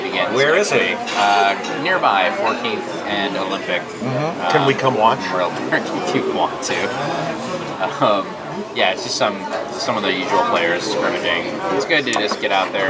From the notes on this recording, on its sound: At Izzy’s Deli in Santa Monica.